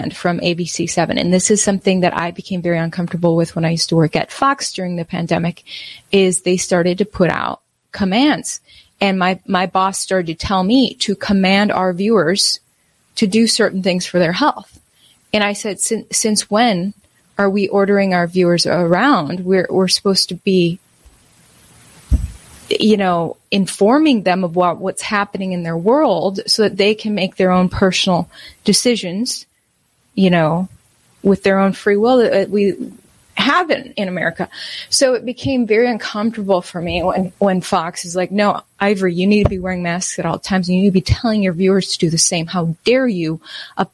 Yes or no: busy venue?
no